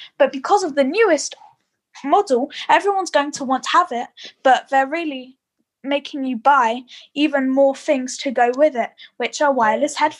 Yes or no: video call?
yes